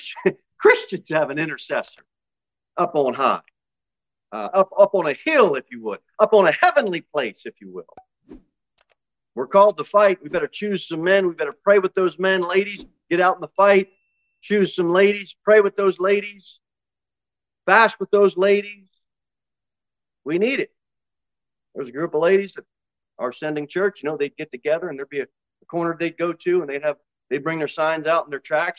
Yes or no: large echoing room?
yes